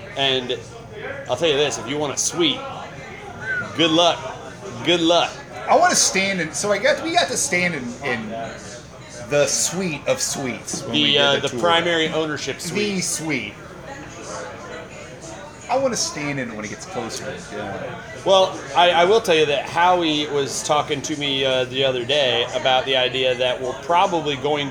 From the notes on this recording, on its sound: record live at Saints during the USMNT vs Jamaica game